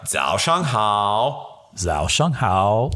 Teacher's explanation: So shang is just like no tone.